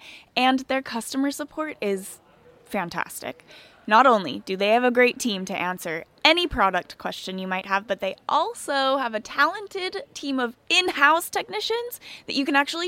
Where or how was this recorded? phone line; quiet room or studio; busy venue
busy venue